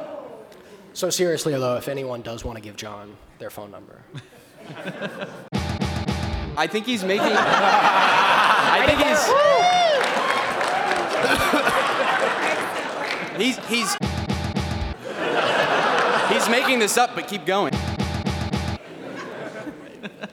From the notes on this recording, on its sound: Pax East Panel. They're given free reign to question a captive audience in a PAX panel?